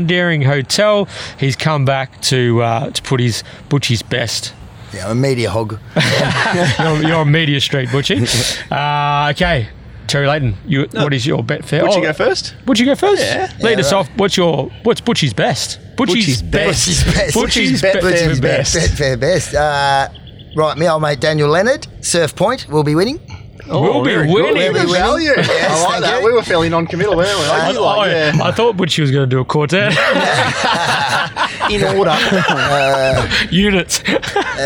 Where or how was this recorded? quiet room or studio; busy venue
busy venue